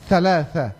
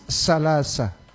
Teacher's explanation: Jangan berdesis salasa ya, thalatha. · Shown in: first take